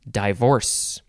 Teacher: You emphasize the second syllable, so it's divorce.